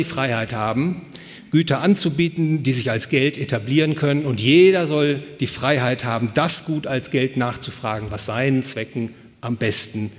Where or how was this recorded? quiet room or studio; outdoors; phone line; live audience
live audience